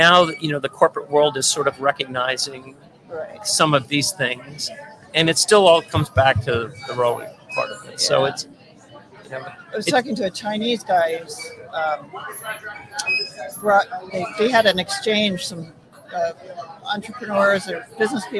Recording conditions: outdoors